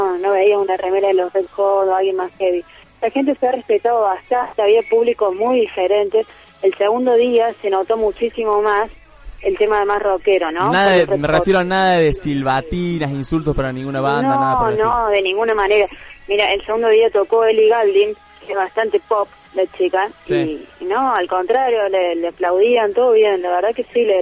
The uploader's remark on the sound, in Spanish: Compartiendo telefónicamente todo lo que dejó el tradicional festival del Lollapalooza. En el Hipódromo de San Isidro.